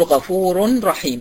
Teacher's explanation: لما بنقول غفور رحيم أنا قصدي الراء بتاعت غفور والراء بتاعت رحيم، الراء والراء مش هيبقى في بينهم علاقة لأن التنوين منع العلاقة، لكن العلاقة ما بين التنوين والراء هيبقى فيها علاقة إدغام